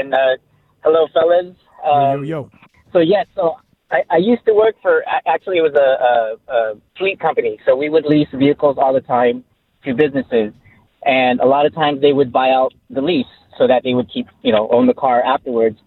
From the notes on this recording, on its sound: Took calls from listeners